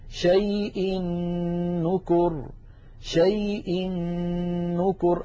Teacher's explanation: أدغم التنوين في النون من نكر فصارا نونا واحدة مشددة لذلك شددت النون من نكر.